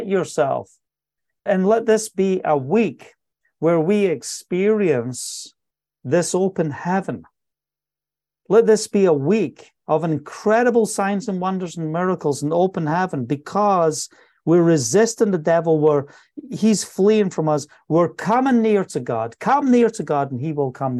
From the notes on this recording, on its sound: Welcome to today's weekly Zoom call.